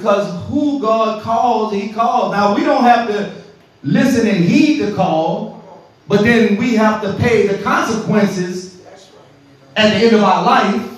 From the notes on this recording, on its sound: This sermon was recorded in the sanctuary of True Vine Missionary Baptist Church